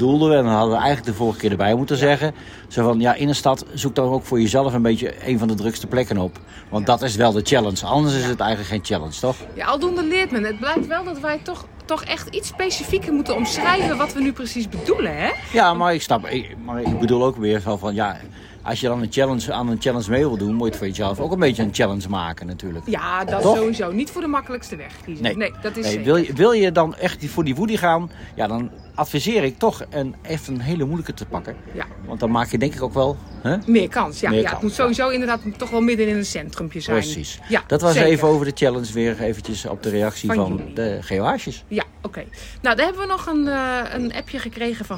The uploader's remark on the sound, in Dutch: Deze aflevering hebben we weer opgenomen in de Efteling!